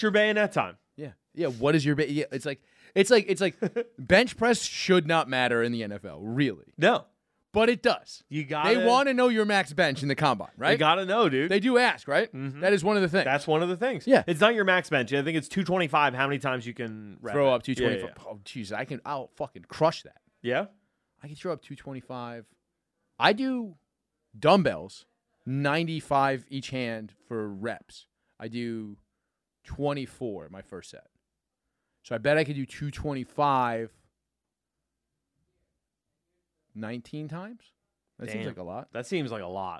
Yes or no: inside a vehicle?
no